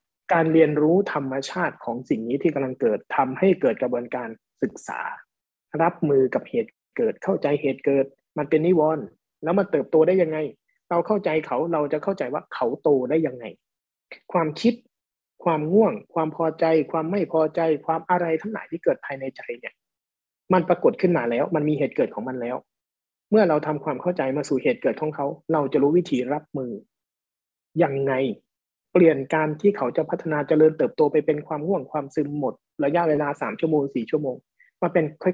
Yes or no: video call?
yes